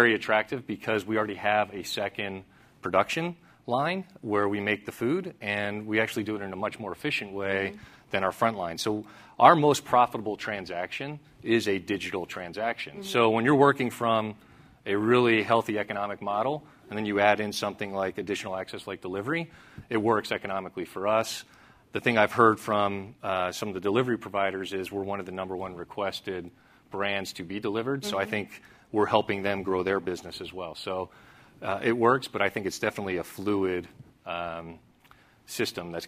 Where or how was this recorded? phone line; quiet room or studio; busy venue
busy venue